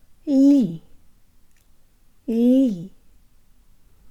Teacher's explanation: There's almost a Y sound built into the L, and if yours doesn't sound like mine, allow the sides of your tongue to come away from your upper molars and move your tongue a bit further forward. · Term: soft L